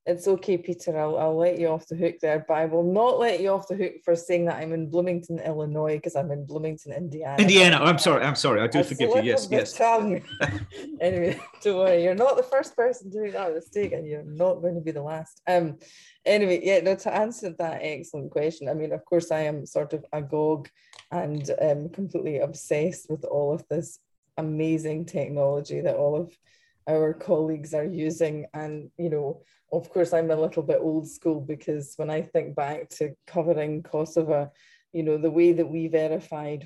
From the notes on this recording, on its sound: for an hour in a live webinar for paid subscribers